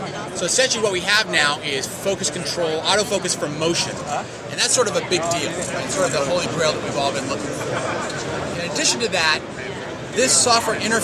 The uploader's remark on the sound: NAB 2010 episode including live from the Post Pit on NAB floor.